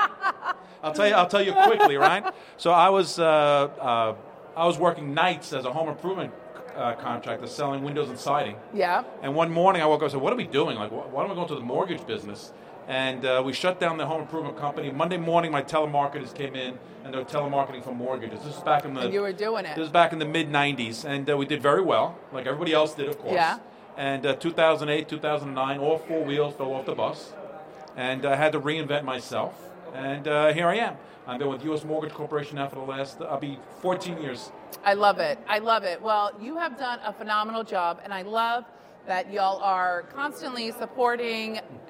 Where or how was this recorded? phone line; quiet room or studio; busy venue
busy venue